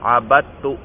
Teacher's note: پہلے جو دال تھا اس کو بھی تا کر کے تا میں ادغام کیا، اب یہاں دال نہیں پڑھیں گے عبدت پڑھیں گے